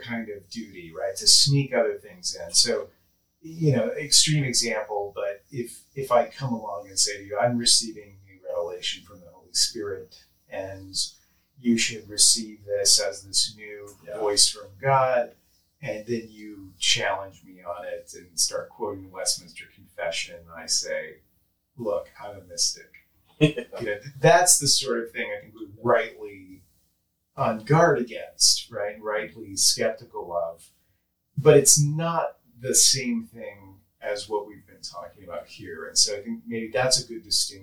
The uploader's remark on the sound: If you can get past the poor audio quality in this episode